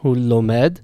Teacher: The stress there is on the final syllable · Term: tonic stress